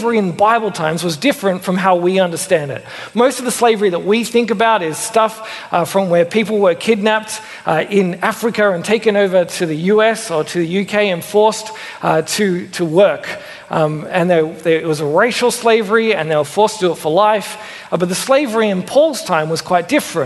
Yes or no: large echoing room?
yes